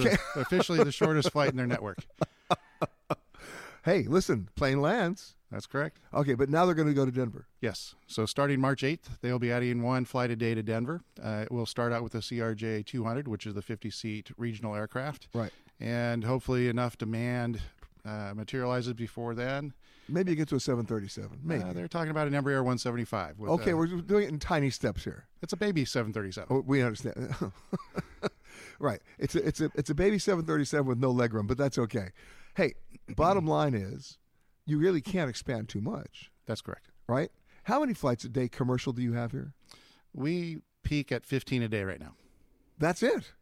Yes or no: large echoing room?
no